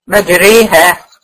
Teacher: ما هياش الف خالص، هي ما بين الالف والياء · Term: الالف الممال